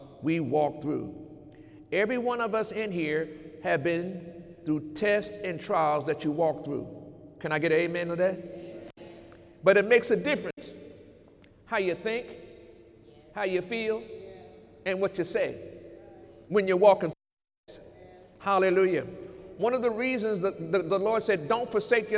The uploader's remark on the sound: During Sunday morning service on January 20, 2018